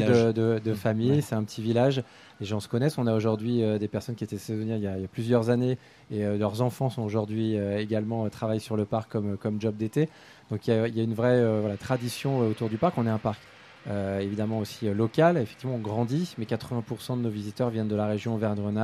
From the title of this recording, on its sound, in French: En Direct de Walibi Rhône-Alpes